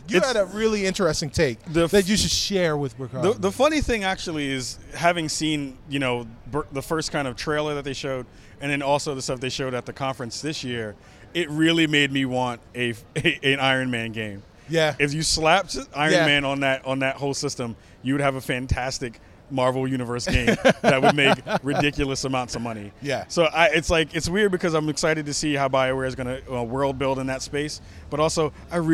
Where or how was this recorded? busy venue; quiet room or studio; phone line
busy venue